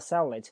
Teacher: it 是以元音开头，所以连在一起叫 sellit · Term: 连读